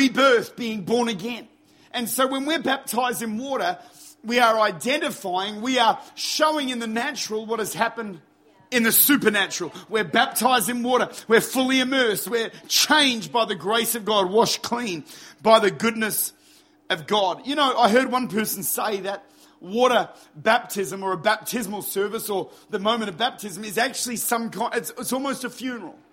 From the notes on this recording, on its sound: Recorded at Lifepoint Church, Adelaide. Recorded at one of our baptismal services at Lifepoint.